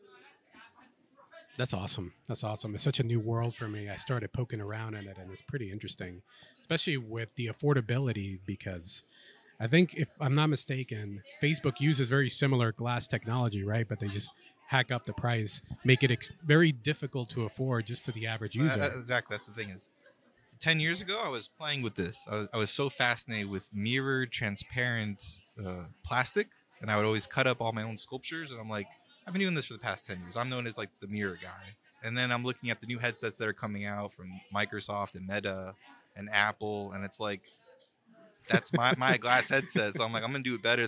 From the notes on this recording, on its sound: recorded at Tampa Bay Comic Con 2023